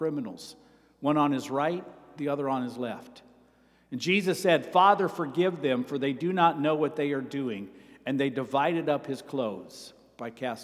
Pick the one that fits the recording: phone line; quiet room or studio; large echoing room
large echoing room